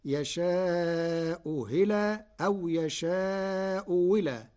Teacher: قرأ ورش في كلمتي يشاء إلى بوجهين: الأول تسهيل الهمزة الثانية، والثاني إبدالها واوا محضة فتصير يشاء هلا أو يشاء ولا جمعا بين اللغات.